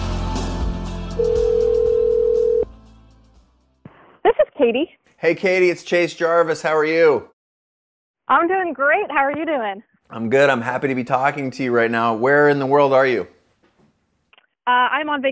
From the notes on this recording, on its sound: I jump on the phone